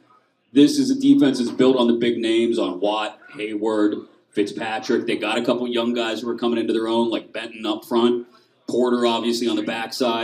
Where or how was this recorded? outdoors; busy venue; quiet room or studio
busy venue